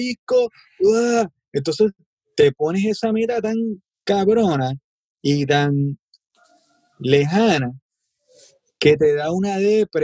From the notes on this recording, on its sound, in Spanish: nos conectamos vía zoom